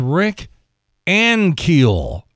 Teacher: All right, accent on the first syllable.